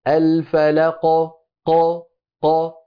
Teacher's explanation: كذلك الفلق، الفلق، ق ق، فنباعد مخرج القاف ولا نجعل الوترين الصوتيين ينقفلان، مما يؤدي إلى ظهور همزة · Term: القلقلة